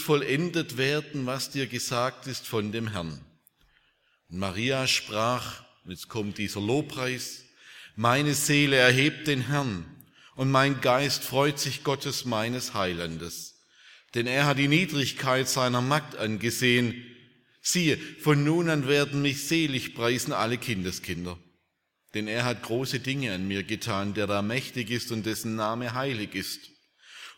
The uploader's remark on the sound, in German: aus dem Gottesdienst der Liebenzeller Mission